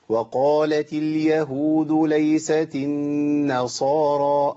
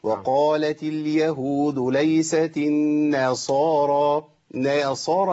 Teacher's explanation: ما نعملش ألف بين النون والصاد · Shown in: first take